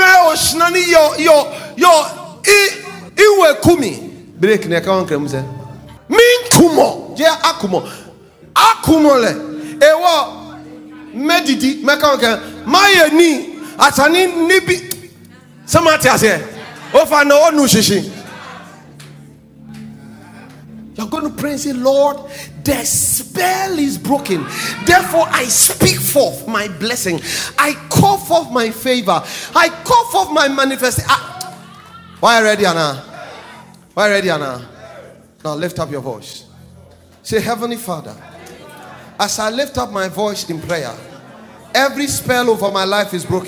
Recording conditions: large echoing room